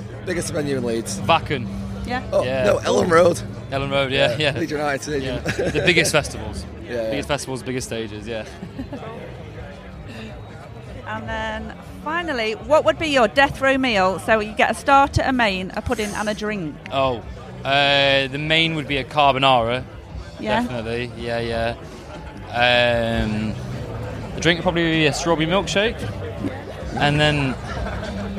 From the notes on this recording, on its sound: It's another of our live interviews from Bloodstock Festival. Before they played later that day on the New Blood stage at Bloodstock.